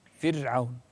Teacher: الراء في فرعون دائما مرققة